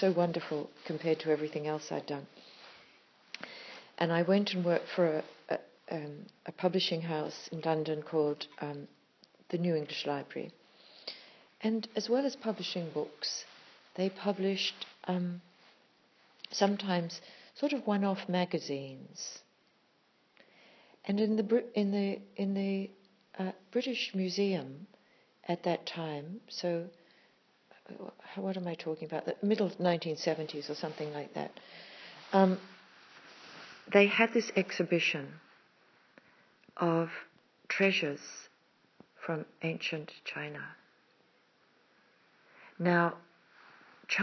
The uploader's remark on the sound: A Mana Retreat Centre talk. This is just one of a series of talks that day, given with spontaneity and heart, and recorded informally on an iPhone.